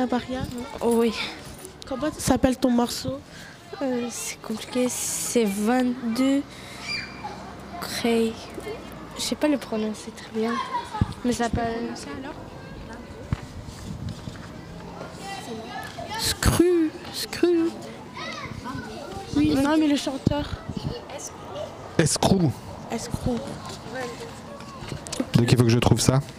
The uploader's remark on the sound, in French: Enregistrée le jeudi 17 août depuis la place de la maison rouge. Avec les enfants de l'interstice asbl.